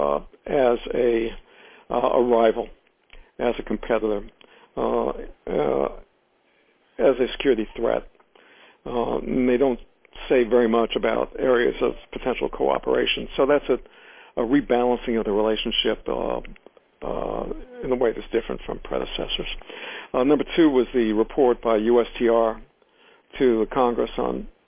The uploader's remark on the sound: In this brief excerpt from the teleconference